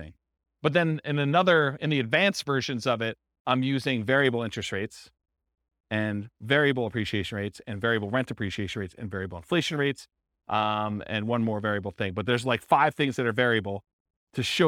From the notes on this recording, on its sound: This was a live class recorded